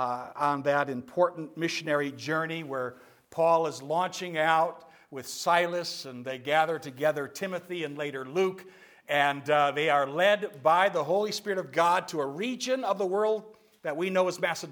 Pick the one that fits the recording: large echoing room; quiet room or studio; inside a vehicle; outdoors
large echoing room